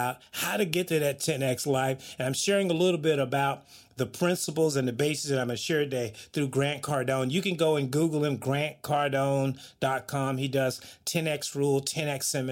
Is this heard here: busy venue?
no